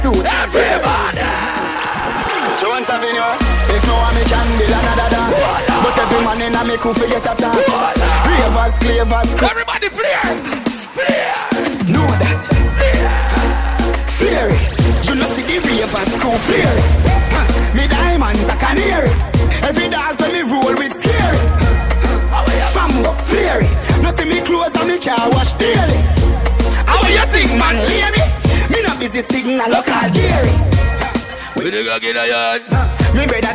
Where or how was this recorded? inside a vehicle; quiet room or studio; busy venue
busy venue